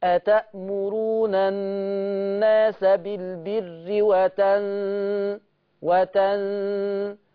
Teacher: الغنة طالعة من الخشوم، اسمع كده. أتأمرون الناس بالبر وتنسون سمع الغنن؟